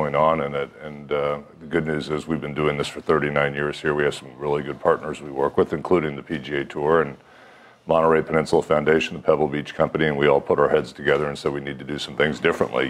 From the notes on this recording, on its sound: Live at AT&T Pebble Beach Pro Am.